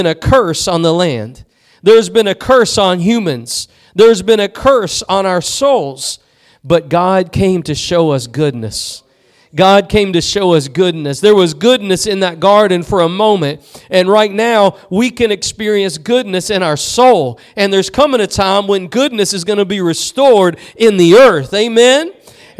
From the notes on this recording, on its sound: Preached at Gospel Lighthouse in Bossier City, La.